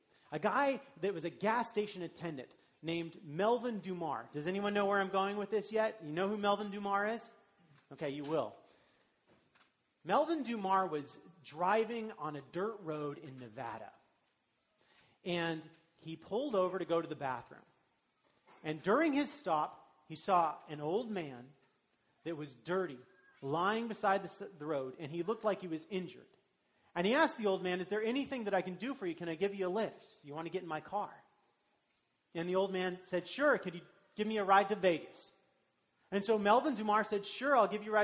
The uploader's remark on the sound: This message was delivered during the traditional Worship service.